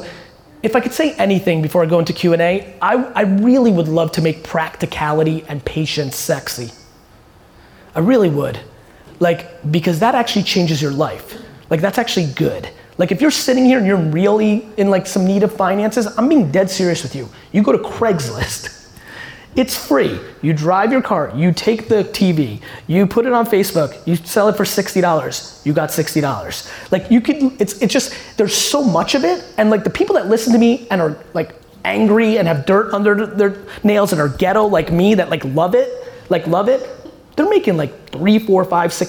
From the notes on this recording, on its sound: this keynote I did in San Francisco at Draper University